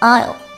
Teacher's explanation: 词中间的字母 s 不发音，读作 aisle。 · IPA: [aɪl]